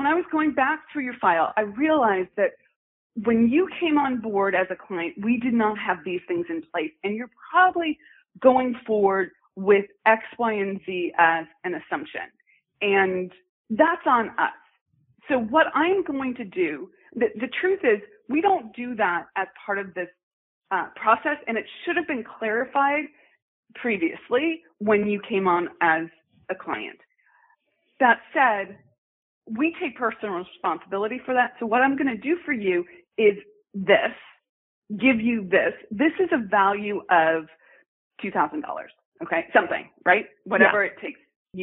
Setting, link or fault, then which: link, phone line